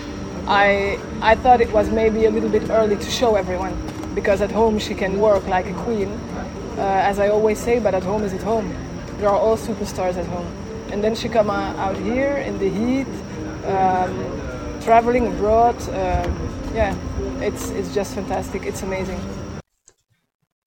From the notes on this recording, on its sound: From Tokyo 2020. A brilliant & record breaking night of Freestyle competition at the Baji Koen Equestrian Centre.